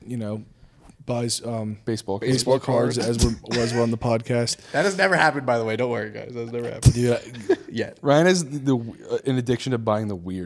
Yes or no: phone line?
no